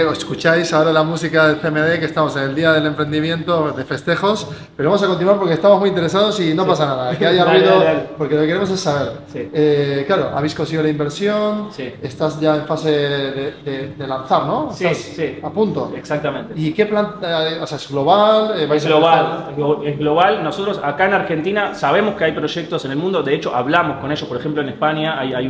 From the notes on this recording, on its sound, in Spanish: Estos episodios especiales están grabados en el marco del Día del Emprendimiento en el CMD-Buenos Aires